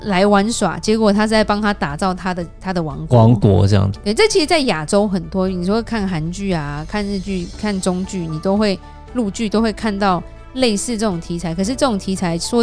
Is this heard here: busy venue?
no